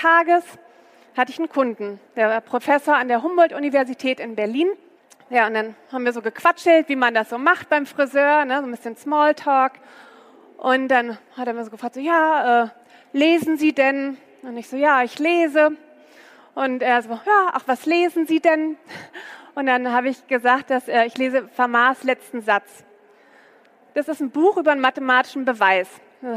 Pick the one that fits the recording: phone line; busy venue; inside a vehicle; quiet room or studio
busy venue